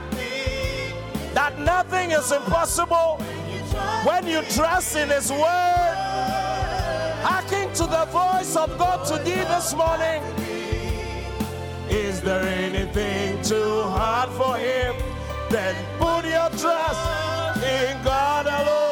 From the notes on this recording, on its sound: Preached at the Qodesh